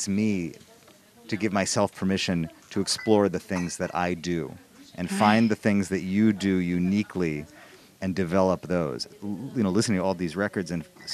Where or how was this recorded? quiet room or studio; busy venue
busy venue